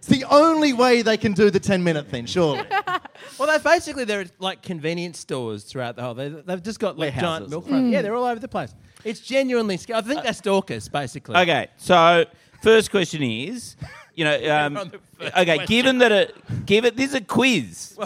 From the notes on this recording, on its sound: Back at the pub